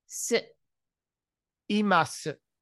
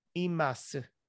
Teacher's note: the U at the end is silent